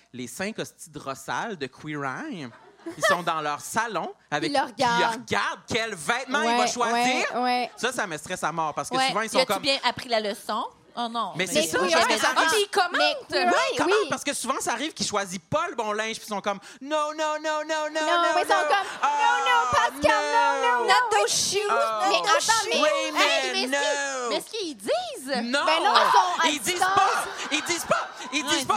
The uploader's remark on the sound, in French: enregistrement LIVE devant public au Cabaret Lion d'Or de Montréal